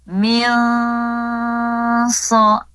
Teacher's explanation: pada saat membaca ikhfanya juga bersiap menyebut huruf sodnya ya, jadi harus ditebalkan ya · Term: huruf tebal